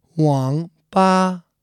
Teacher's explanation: 网吧 is third tone, the falling rising tone, and then first tone, the flat tone.